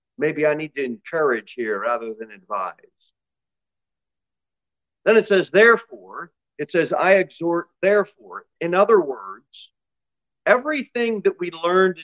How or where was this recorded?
large echoing room